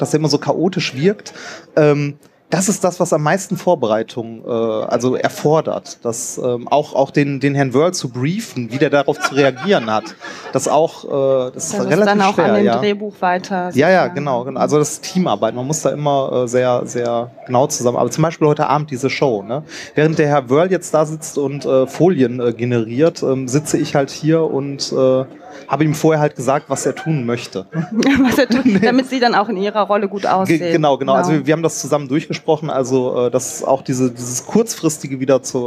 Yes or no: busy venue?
yes